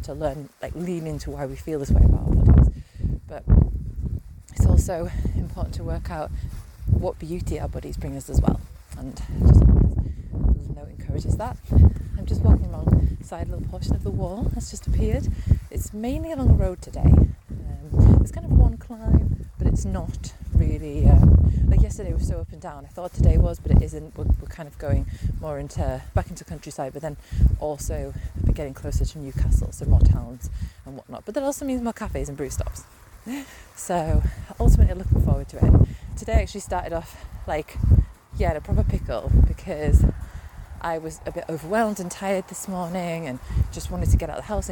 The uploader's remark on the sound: a series of voice notes that I recorded whilst walking the 84 mile-long Hadrian’s Wall route, from west to east over 5 days